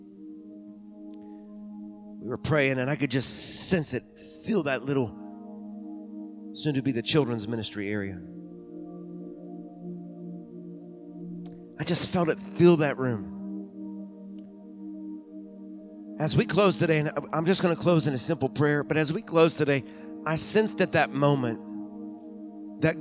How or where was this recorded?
large echoing room